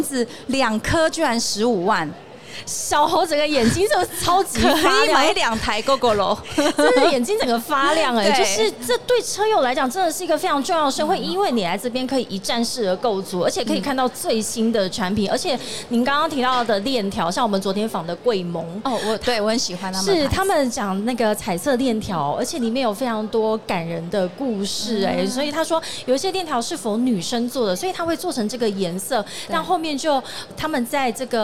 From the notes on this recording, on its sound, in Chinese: 2022 Taipei Cycle台北國際自行車展-Live Podcast。